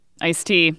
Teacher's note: And the reason for this is probably, at least in part, pronunciation. It's a simplification of the consonants in the middle between these two words.